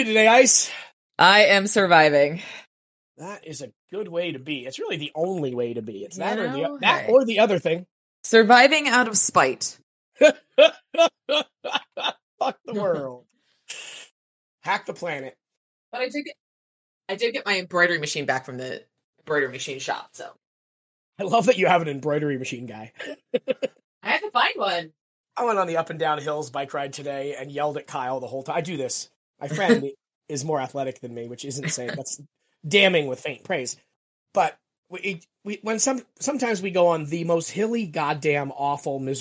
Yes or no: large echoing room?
no